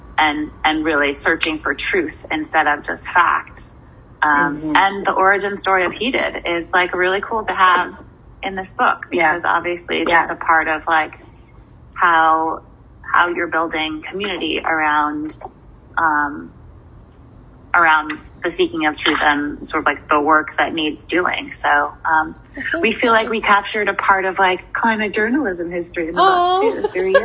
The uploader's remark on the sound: We just talked on the phone.